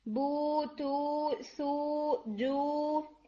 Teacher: वाव मदिया में जो आपके लिप्स हैं वो थोड़े सर्कल की तरफ जाते हैं, ठीक है, लिप्स आपके फॉरवर्ड होते हैं और सर्कल बनाते हैं। जब आपके लिप्स फॉरवर्ड होकर सर्कल बनाते हैं तो ही जो बम्मा है और वाव मदिया है उसकी साउंड मुकम्मल होती है।